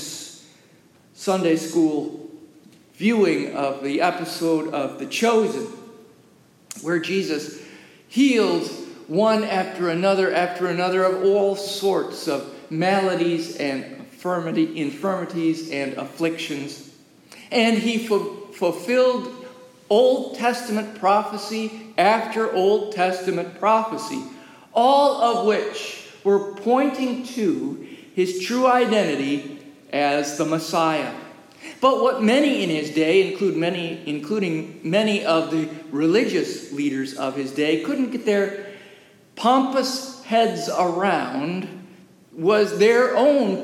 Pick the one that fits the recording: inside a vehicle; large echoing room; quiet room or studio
large echoing room